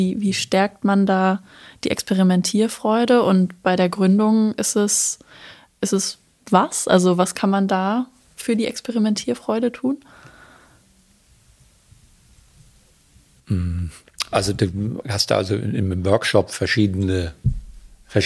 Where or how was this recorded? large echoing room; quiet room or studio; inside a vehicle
quiet room or studio